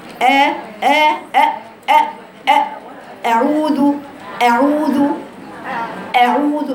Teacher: النقطة الثانية اللي بتقع في اللي هي ما زلنا فيه أعوذ، مد الهمزة حركتين، لكن العيب أول حاجة بنقول الهمزة، الهمزة هذا حرف حلقي من الحلق، من أقصى الحلق، حرف شديد. إظهار الفتحة فيه · Term: همزة مفتوحة